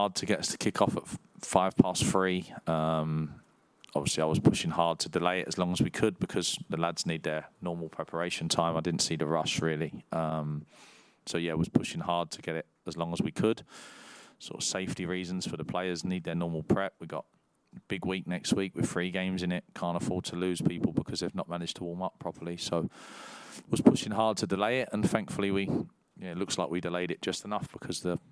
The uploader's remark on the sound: PRESS CONFERENCE